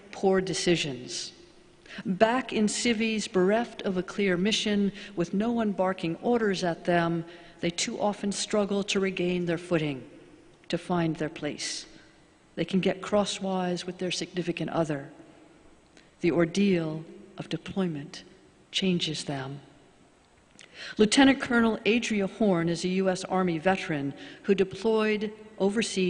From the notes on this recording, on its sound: Sermons from Old South Church in Boston.